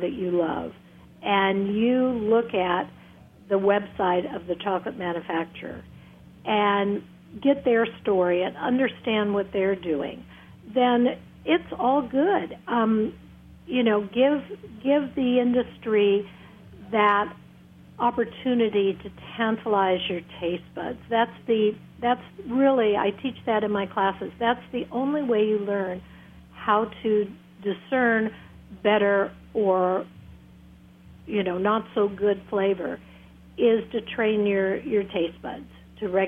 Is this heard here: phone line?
yes